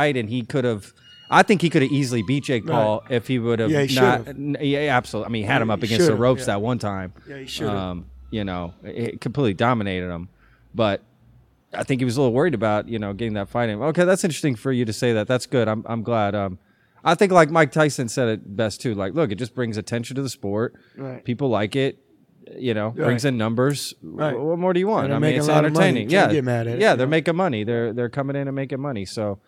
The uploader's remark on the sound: This is our very first remote interview as I traveled to Lamb IV gym in Fort Worth, Texas to record this episode.